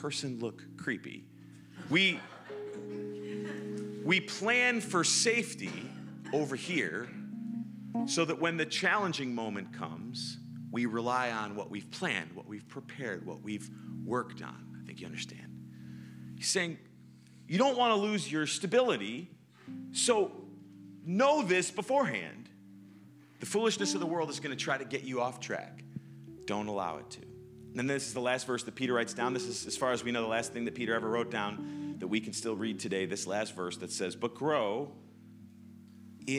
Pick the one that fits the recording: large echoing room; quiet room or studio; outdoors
large echoing room